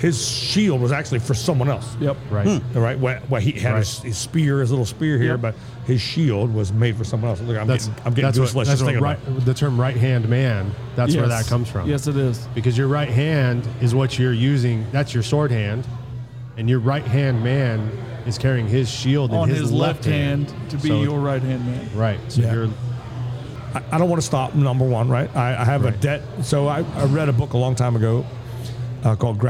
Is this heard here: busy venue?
yes